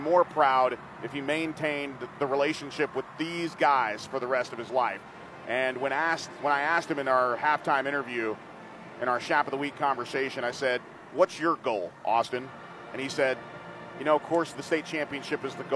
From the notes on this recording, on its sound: Enjoy the final call and the post game show live from AT&T Stadium.